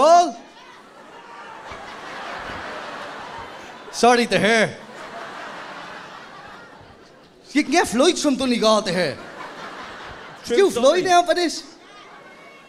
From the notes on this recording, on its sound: Our biggest ever live show! We packed out the National Stadium for our show.